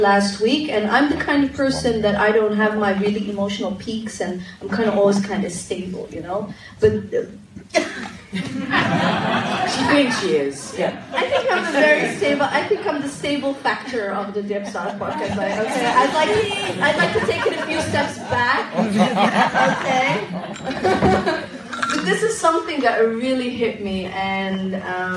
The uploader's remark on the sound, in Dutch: This recording is from our very first Live show. Unfortunately technology failed us back then and the recording was lost. Onze eerste Dipsaus live podcast is een feit. Dipsaus was te gast bij het Read My World festival in de Tolhuistuin in Amsterdam Noord.